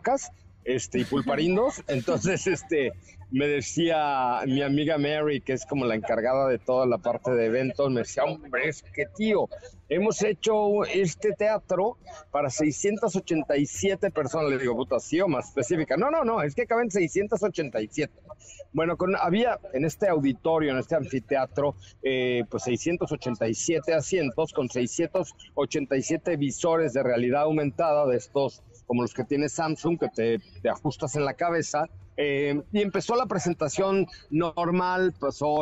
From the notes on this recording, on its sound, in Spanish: en vivo y en directo desde Barcelona en la presentación de la nueva gama de CUPRA